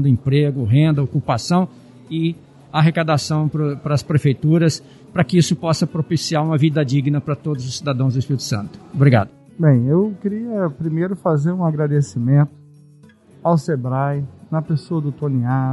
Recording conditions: busy venue